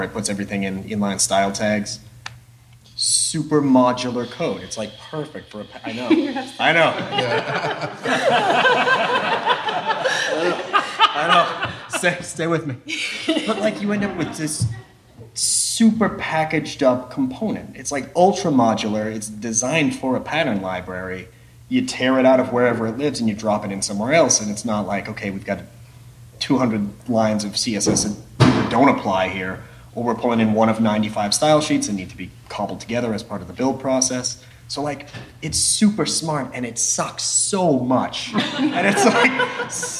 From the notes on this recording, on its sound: The Q&A panel after the world premiere. The premiere took place at Code & Supply’s Abstraction conference in Pittsburgh, PA.